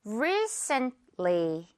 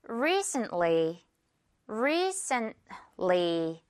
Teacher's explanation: T는 정말 살짝 하거나 거의 안 들려도 돼요.